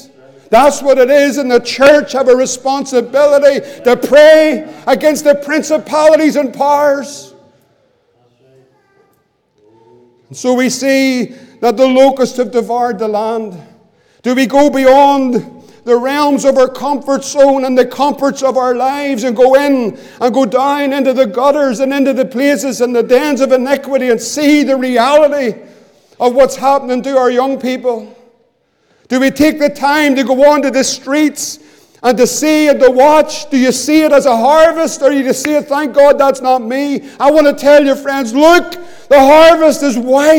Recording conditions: large echoing room